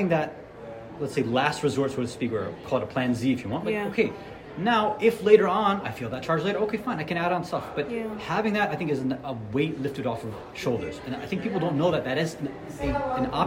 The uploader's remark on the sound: Live at the Muslim Group of USA and Canada's 39th Annual Conference in Chicago, IL. This special podcast is one of four live episodes recorded during the Conference.